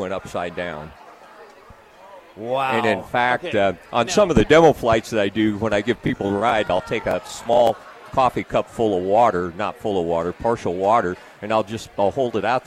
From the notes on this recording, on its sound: LIVE from Lincoln Airshow.